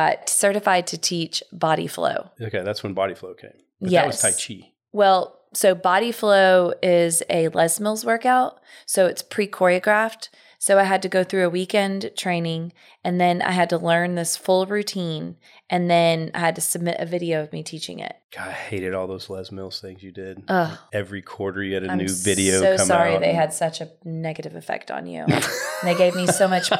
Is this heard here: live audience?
no